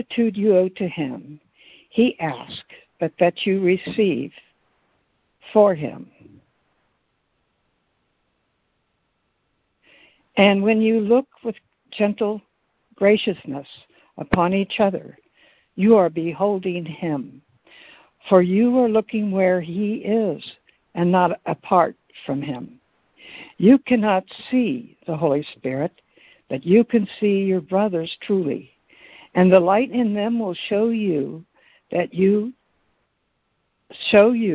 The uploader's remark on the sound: ACIM Daily Conference Call.